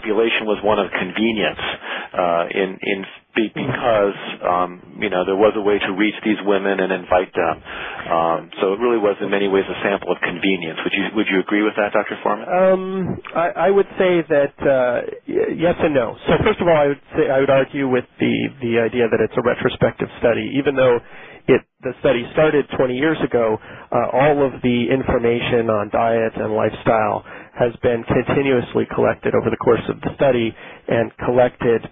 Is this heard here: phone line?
yes